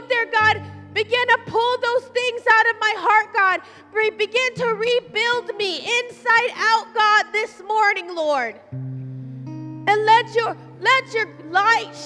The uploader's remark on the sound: Live at Emerging Streams Apostolic Center in Stryker, Ohio